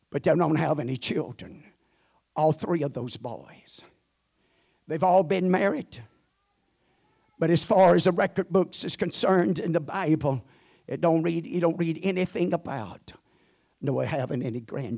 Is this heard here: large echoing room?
yes